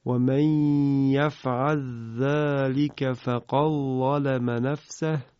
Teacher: این دو مورد، یکی آیه 231 سوره مبارکه بقره هست: و من یفعل ذلك فقد ظلم نفسه، که وقتی که ما این رو به روایت ابوالحارث بخونیم به این صورت تلاوت میشه: و من یفعل ذلك فقد ظلم نفسه، که هم لام یفعل در ذال ذالک ادغام میشه